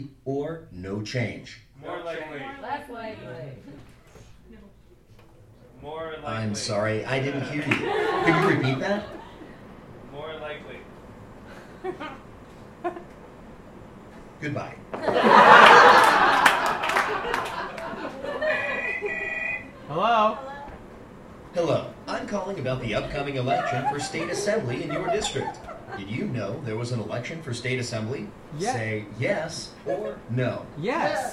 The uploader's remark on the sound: POLL, a live interactive radio play. Recorded live July 7, 2016 at The Kraine Theater, as part of Theater in Asylum's THE PRIMARIES PROJECT.